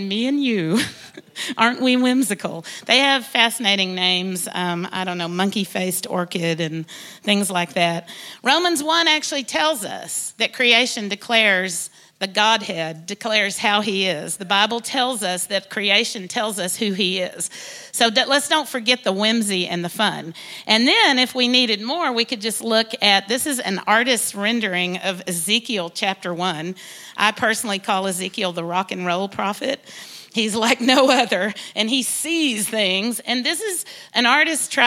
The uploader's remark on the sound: IKON Church. Recorded live at the Chesterfield Campus this is the message from the evening service.